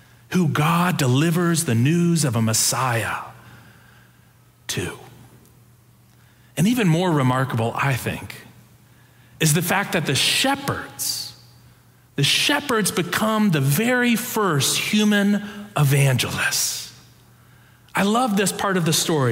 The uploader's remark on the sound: Preached on December 18, 2022, in our Sanctuary worship service.